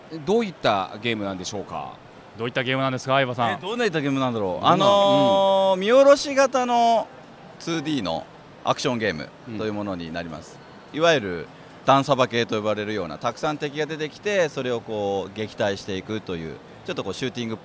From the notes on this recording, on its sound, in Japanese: 東京ゲームショウ2023 の現場からお届けします！